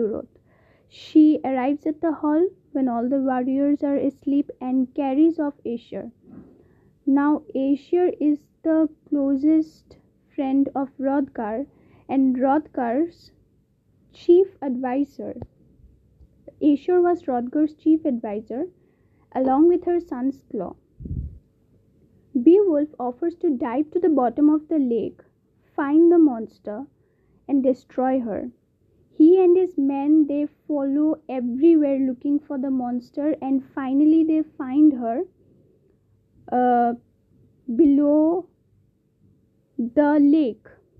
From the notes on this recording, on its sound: Ignore the voice cracks and the background sound.